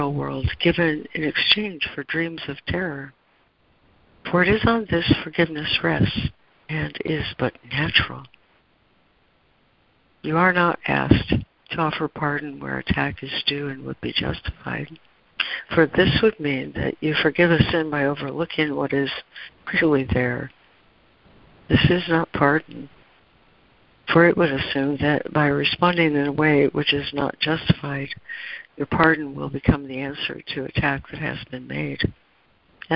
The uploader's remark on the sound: ACIM Daily Conference Call.